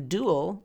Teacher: D-U, dual, is not j, because we do not use this yod coalescence concept, turning the D-U into j, in the stressed syllable